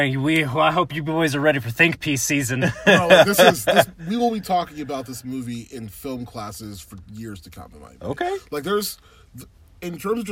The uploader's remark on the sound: It's Hot Takes from a Hot Car. Car immediately following our screening and put down our initial reactions.